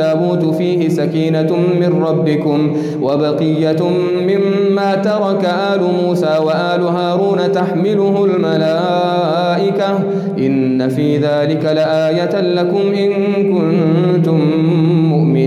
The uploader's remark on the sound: Qiyaam Day 2 at the houghton Houghton masjid.